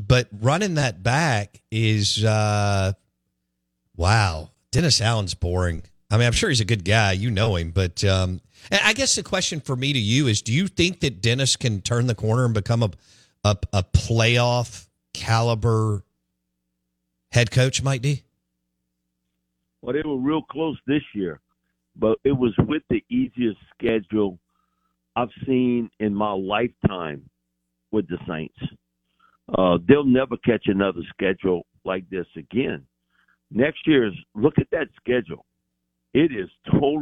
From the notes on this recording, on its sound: In the second hour of the show live in the BankPlus Studio. Joins the show on the Farm Bureau guest line.